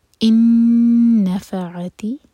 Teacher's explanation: اس کے بعد ان نفعتی، ان ایمٹی نون کے بعد نیکسٹ ورڈ جو ہے نفعتی، یہ ہے ادغام غنہ کے ساتھ، تو نون کو ہولڈ کریں گے